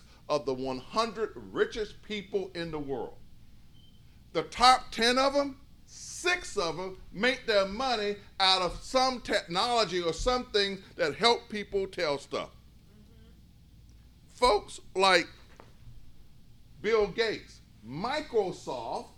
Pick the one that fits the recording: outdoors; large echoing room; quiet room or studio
large echoing room